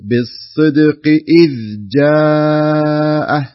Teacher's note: تنطقها ذال ساكنة بدون ما يكون فيها يعني شيء من القلقلة